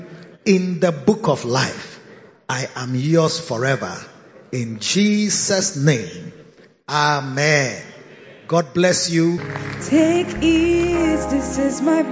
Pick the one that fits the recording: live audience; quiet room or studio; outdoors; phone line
live audience